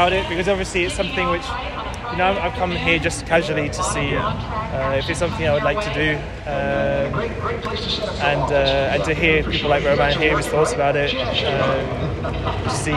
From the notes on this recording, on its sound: walking down to INDYCAR practice